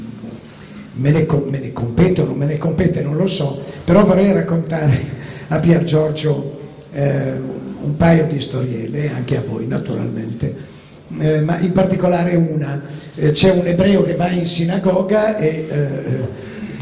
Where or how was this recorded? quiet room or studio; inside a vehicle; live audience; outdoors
live audience